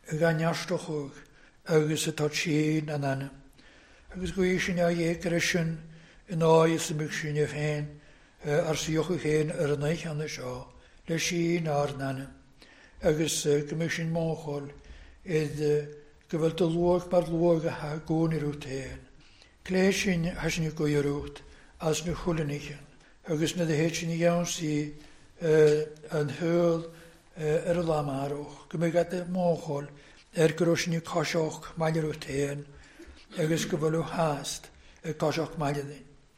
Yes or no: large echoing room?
yes